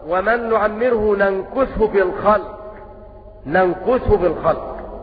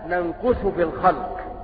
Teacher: بسكون النون الثانية وضم الكاف ننكسه في الخلق